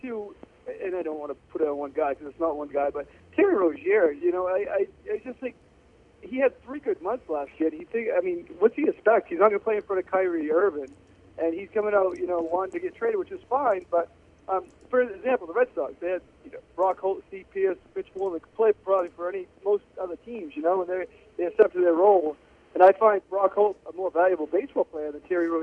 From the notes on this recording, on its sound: joined on the phone